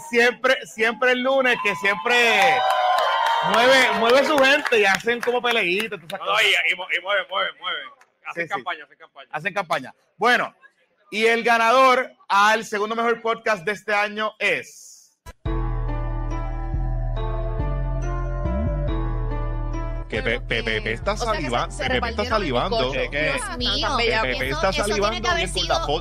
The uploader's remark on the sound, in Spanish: la versión audio de los PPP Awards que se celebraron el miércoles 27 de diciembre de 2023 en el Café Teatro Punto Fijo en el Centro de Bellas Artes de Santurce